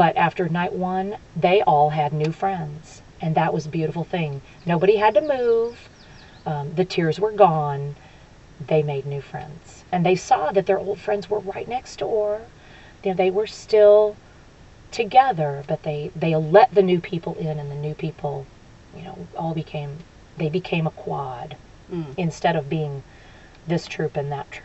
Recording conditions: outdoors